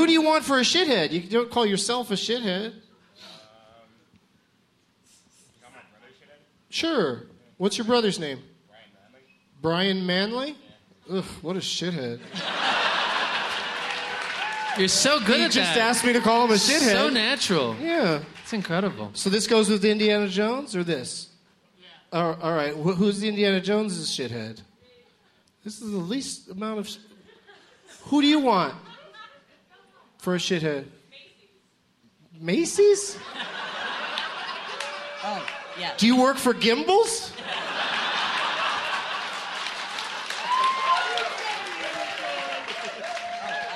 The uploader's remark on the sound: Live from the Irving Plaza in NYC